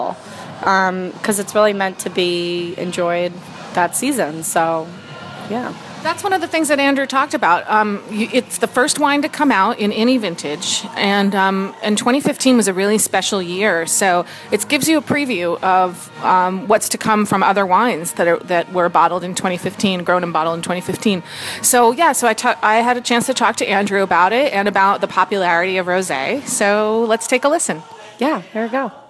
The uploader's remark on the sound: Recording from Ambulance Brew House in Nanuet